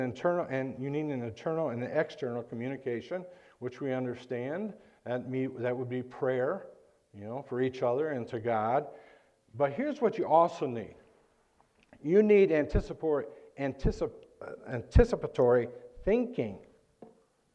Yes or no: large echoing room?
yes